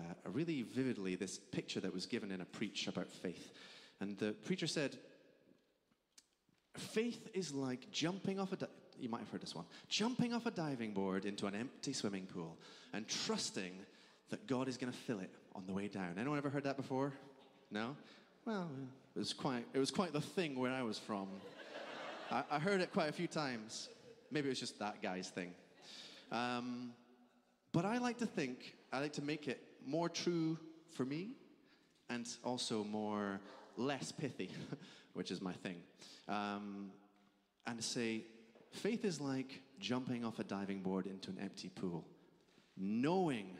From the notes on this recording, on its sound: Streamed live at St Paul's Shadwell on Sunday, 11 June 2023.